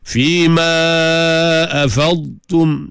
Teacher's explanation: Cuma dad tebal, ta nipis. Tak mau jadi afadtum.